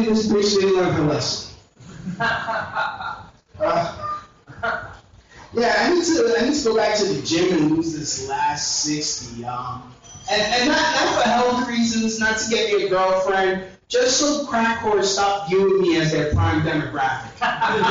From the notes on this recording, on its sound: This is a set I did at The Alligator Lounge Open Mic